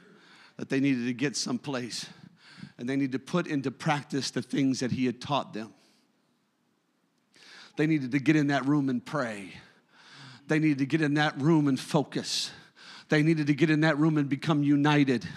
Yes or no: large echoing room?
yes